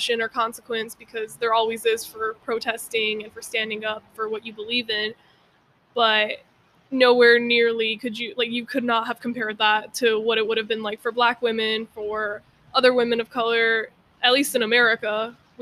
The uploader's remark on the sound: If you guys hear background noise, I apologize we were outside recording.